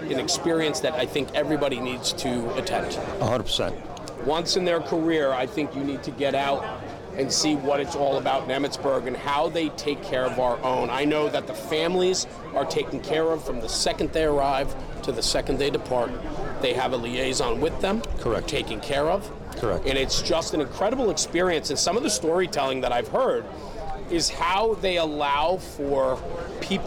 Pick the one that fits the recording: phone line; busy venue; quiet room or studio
busy venue